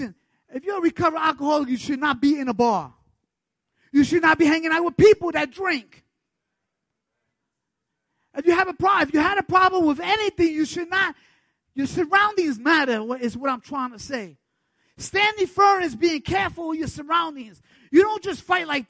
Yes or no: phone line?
no